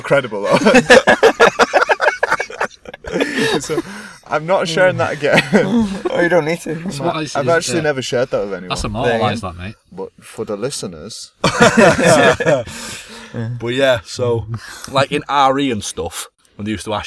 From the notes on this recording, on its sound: get together in the car once again